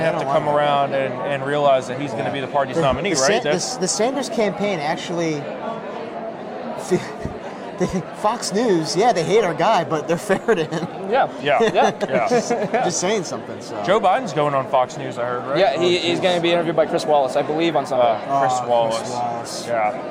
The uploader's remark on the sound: Live From CPAC